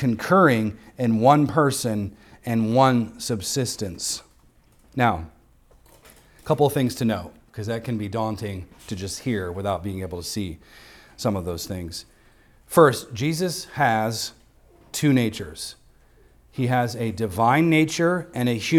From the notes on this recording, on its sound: recorded on Sunday, December 10th, 2023, at the weekly worship gathering of Cross & Crown Church